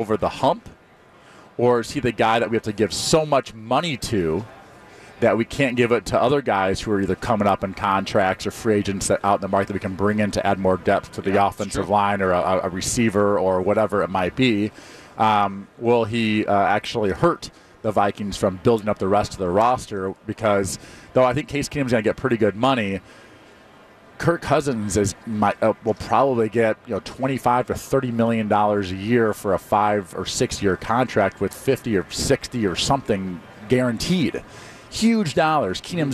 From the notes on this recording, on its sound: live from Radio Row